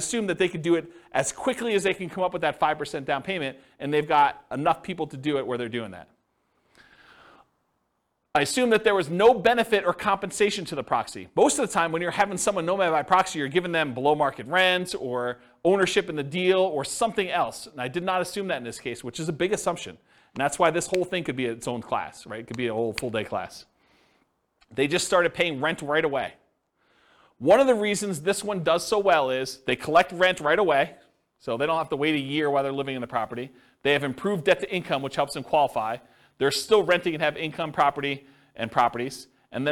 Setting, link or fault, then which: setting, live audience